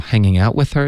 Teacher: hanging out with her 这段 out 跟 with 中间不要顿，OK 就直接。不要犹豫，就直接连发就完美了。